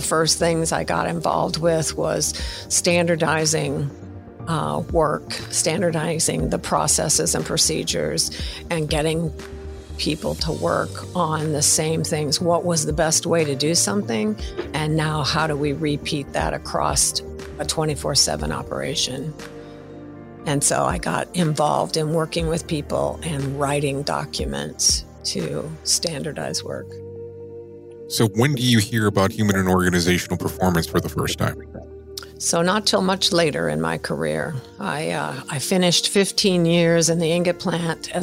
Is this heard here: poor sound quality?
no